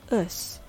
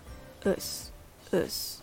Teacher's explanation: Finally, we have the schwa sound, us. It's quick and unstressed. You can lower the pitch to relax here.